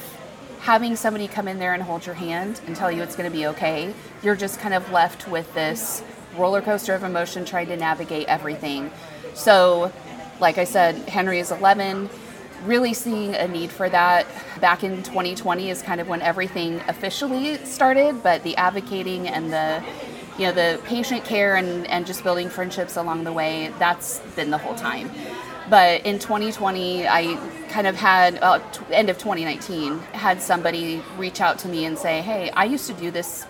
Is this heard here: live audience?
yes